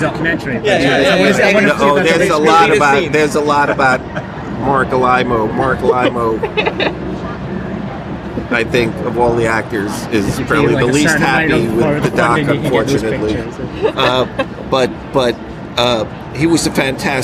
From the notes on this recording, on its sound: In this special episode of Primitive Culture, recorded at the Destination Star Trek convention in Birmingham, UK.